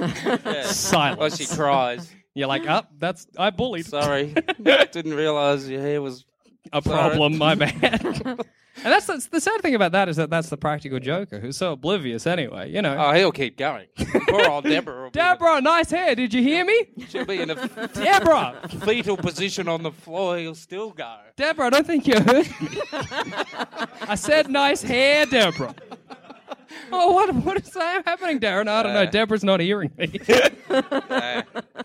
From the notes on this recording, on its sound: Live from Fringe! Live at Fringe.